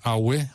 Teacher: The word for skin is awe, which is low, high.